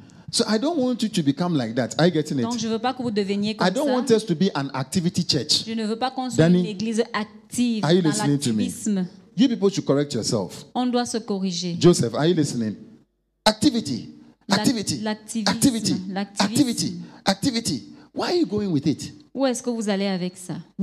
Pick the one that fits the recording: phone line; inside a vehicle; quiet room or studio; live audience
live audience